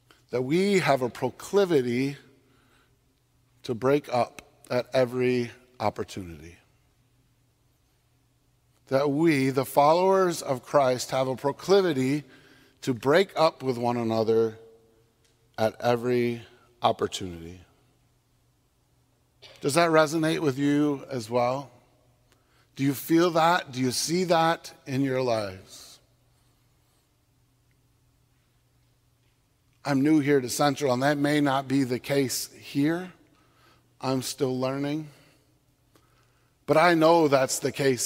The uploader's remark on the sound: on Sunday, October 9, 2022, at Central Reformed Church in Grand Rapids, Michigan